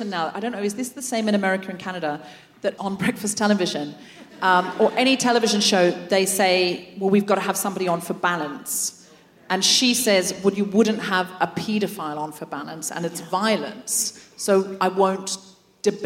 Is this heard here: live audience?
yes